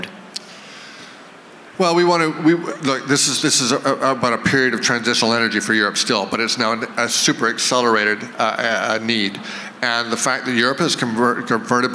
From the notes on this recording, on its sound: On stage at the VRIC.